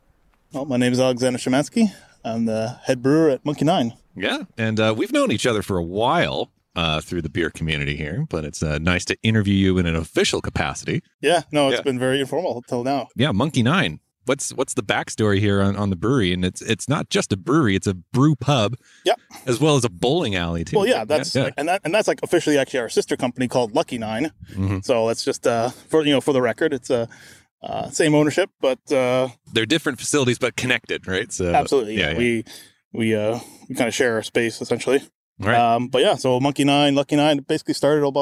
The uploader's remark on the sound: Recorded in a park in Vancouver, BC